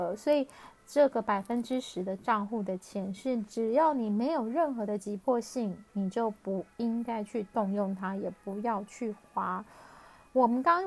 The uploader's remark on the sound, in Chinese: 這一集換了錄音方式，所以有些沙沙的聲音